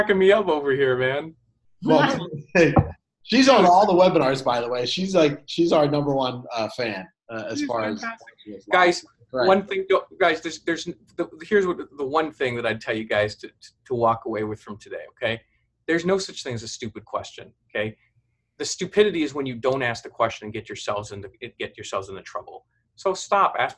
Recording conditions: video call